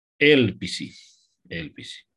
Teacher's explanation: Elpid plus S cade iar D. Și avem elpisi.